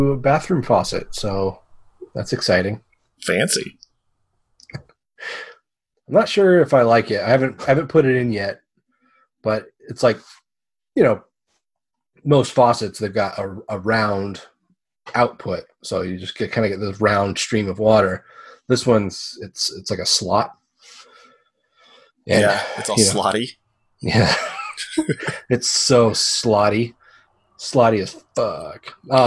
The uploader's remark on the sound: We made the mistake of trying to record this through Zoom, and it blew up in our faces. This episode was a mess and took a LOT of clean up. The audio still isn't great, but it's definitely not the worst sounding show we've put out!